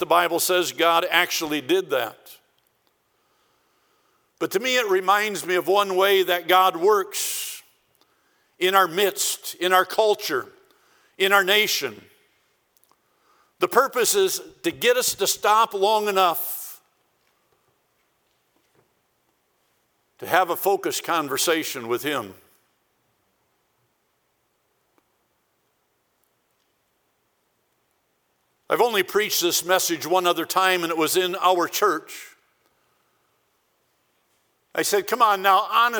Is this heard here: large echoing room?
yes